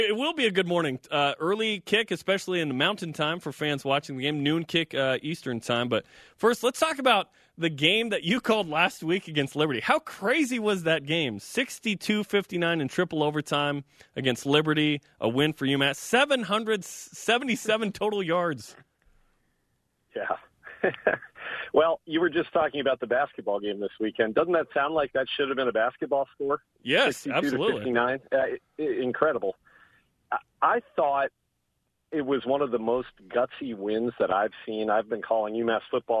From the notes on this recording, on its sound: join us over the phone